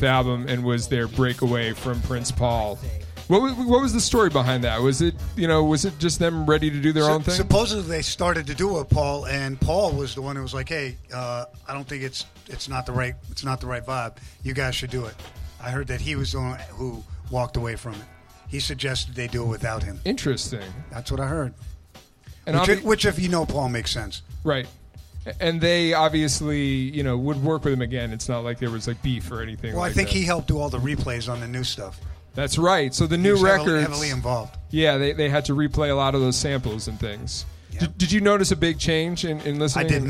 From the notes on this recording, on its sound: Live from LA. Live from Delicious Pizza Hollywood on July 20, 2023.